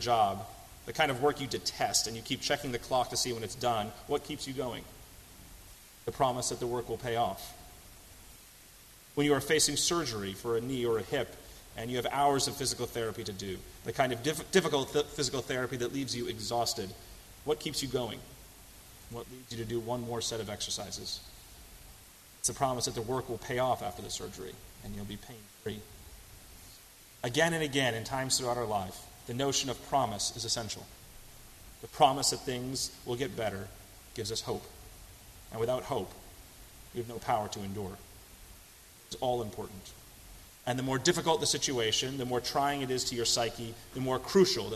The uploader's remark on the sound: on July 15, 2018 at First Congregational Church of Houston.